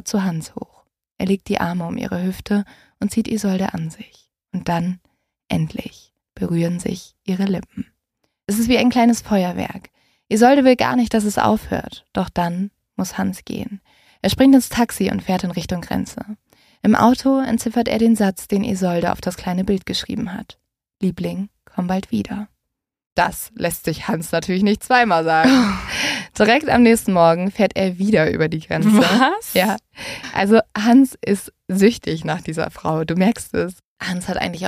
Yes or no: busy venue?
no